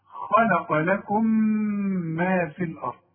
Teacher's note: التقت ميم ساكنة بميم متحركة، فبندغم هنا، ولازم نغن بمقدار حركتين، غنة بمقدار حركتين. · Term: الادغام